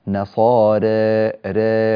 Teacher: وننبه أيضا إلى تقليل الراء من كلمة نصارى قولا واحدا، الراء والألف طبعا التي بعدها، وهذا هذا اللفظ يقلل سواء كان البدل مقصورا أو متوسطا أو مطولا، لا فرق في كل هذه الأوجه، وتكون الألف هنا مقللة قولا واحدا